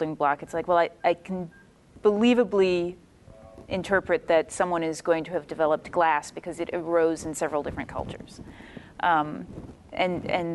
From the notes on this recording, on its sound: Episode from WorldCon 67. We take questions from the audience, and then answer them.